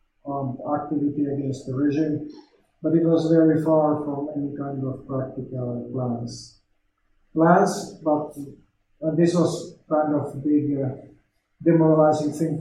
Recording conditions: poor microphone